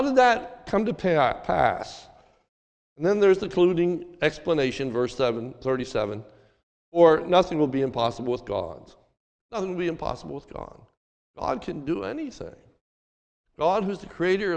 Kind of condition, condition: setting, large echoing room